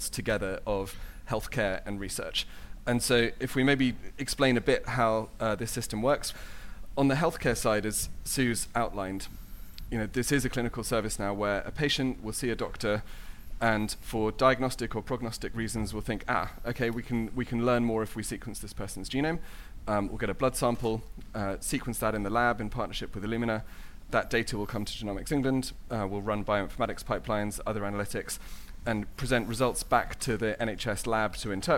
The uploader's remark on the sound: Another brilliant session from the last genomics England Research Summit